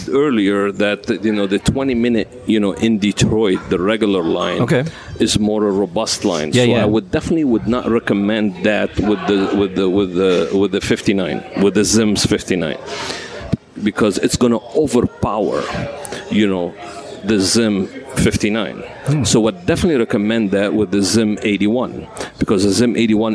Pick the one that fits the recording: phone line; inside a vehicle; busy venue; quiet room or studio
busy venue